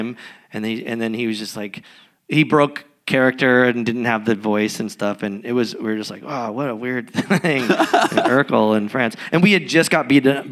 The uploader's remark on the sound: (LIVE EPISODE). Recorded in Los Angeles in front of an audience at Braindead Studios.